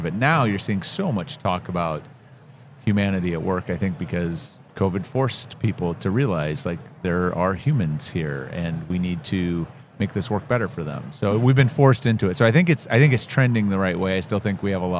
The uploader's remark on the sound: Live at the HR tech 2022 conference